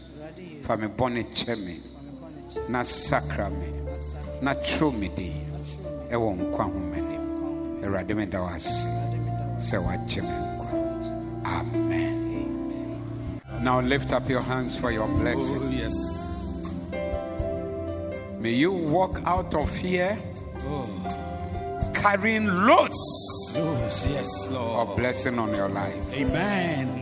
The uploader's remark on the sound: Preached at the Zeloo Service